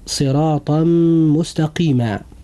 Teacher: هنا جاء التنوين في كلمة صراطا، وجاء بعد التنوين حرف الميم وهو من حروف الإدغام بغنة، ولوقوع هذا الحرف بعد التنوين لابد أن يحدث إدغام بغنة